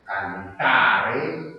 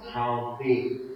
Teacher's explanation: Principalmente eso tiene que ver con el tratamiento de la velar sorda, ¿no? Que en francés se palataliza · Shown in: second take